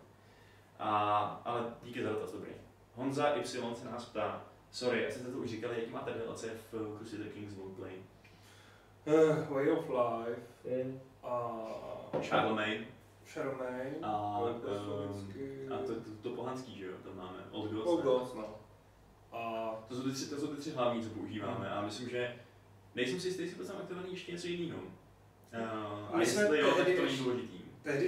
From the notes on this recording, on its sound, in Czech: Omlouváme se za sníženou kvalitu zvuku.